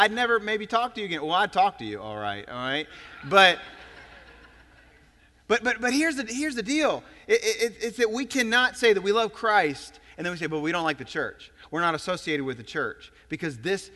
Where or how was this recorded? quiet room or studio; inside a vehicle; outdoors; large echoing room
large echoing room